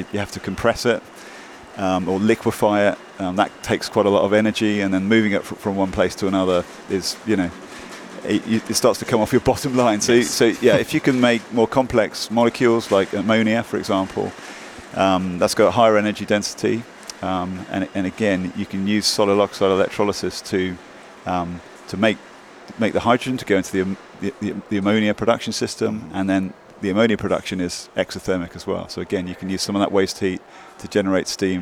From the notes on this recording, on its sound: Live at the Hydrogen Americas Summit in Washington DC